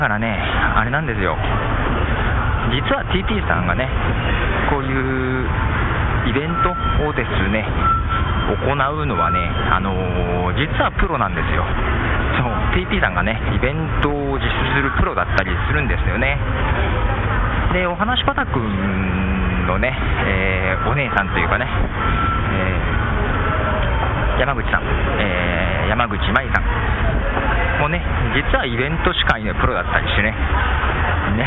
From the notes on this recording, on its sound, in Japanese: ポッドジャム名古屋栄の様子をお届けします。名古屋駅の雑踏より歩きながらの録音です。